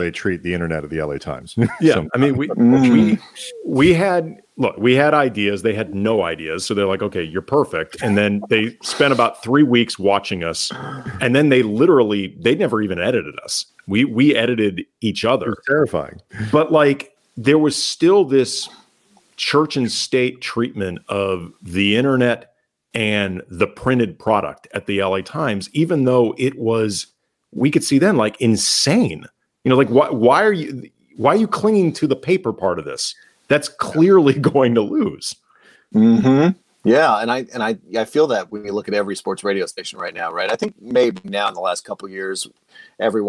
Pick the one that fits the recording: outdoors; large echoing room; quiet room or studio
quiet room or studio